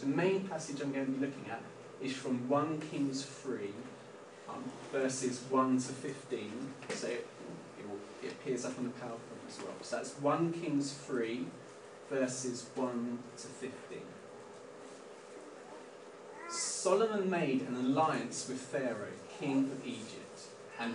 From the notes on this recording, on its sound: We apologise for the poor audio quality of this recording. Please bare with us as we have moved location for the summer resulting in adjustments to our PA system.